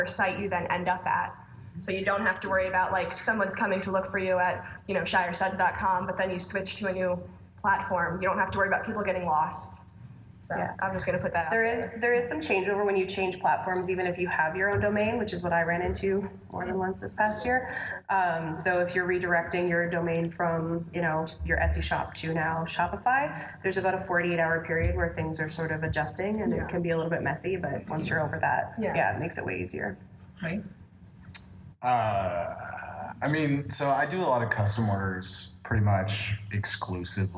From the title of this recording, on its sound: PAX Unplugged Panel